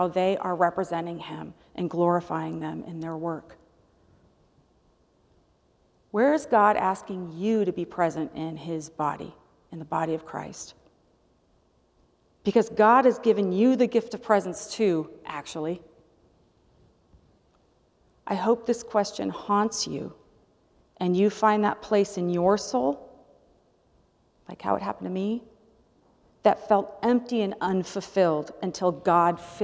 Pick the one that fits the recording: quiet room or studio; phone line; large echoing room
large echoing room